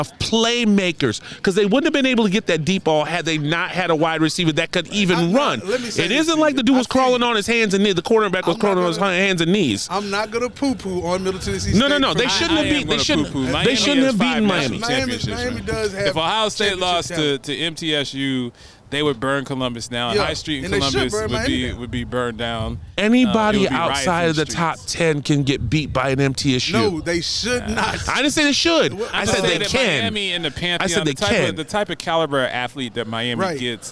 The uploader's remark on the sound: LIVE from Horizon Field in Nashville, TN.